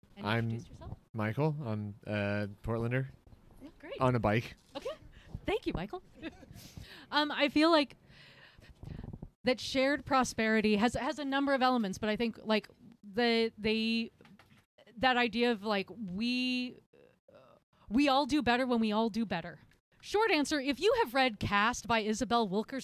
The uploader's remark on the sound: This interview was recorded in the public plaza on SE Ankeny between SE 27th and 28th. During the weekly Bike Happy Hour.